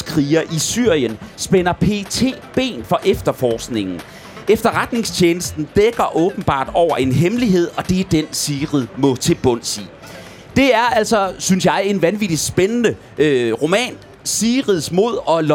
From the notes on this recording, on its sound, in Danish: live fra Folkemødet